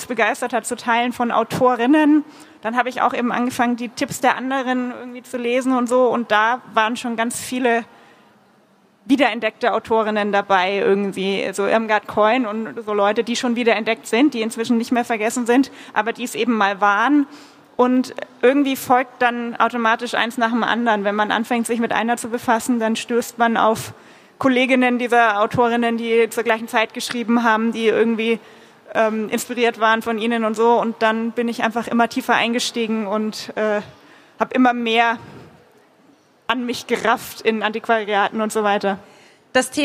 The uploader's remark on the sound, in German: Buch Wien - Live! Im Rahmen eines Live-Podcast auf der Buch Wien.